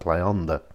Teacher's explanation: So Playa Honda is deep beach, so Playa Honda. And they tend to roll the two together, so it comes out almost like one word